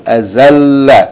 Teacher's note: with shadda on the lam. So you hold the emphasis on the letter lam.